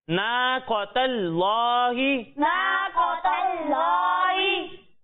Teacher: قوف کو موٹا پڑھنا ہے اور تا کو باریک پڑھنا ہے اور لام کو موٹا پڑھنا ہے